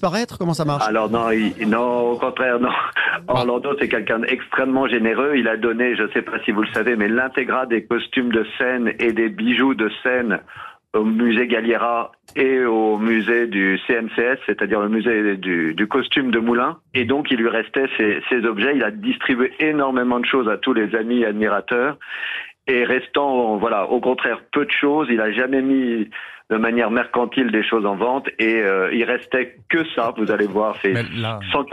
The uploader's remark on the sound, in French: au téléphone des Grosses Têtes